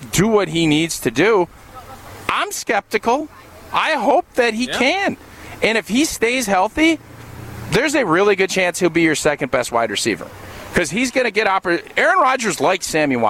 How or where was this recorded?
busy venue